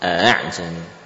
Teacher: Namun setengah-setengah, setengah hamzah, setengah alif, jadilah tashil.